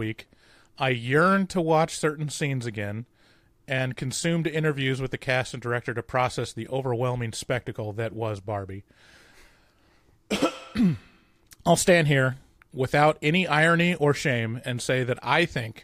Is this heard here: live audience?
no